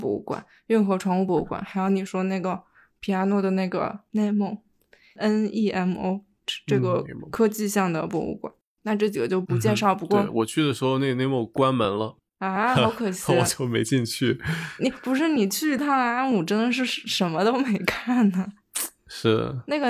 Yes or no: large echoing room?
no